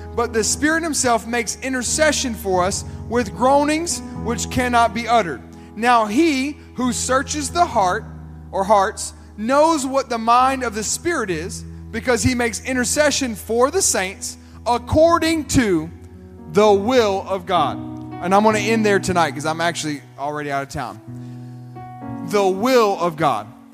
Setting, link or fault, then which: setting, large echoing room